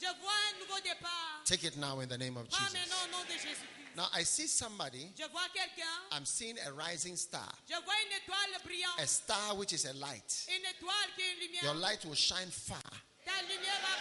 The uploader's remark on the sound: Preached at the Bafia Pastor's Conference, Cameroon.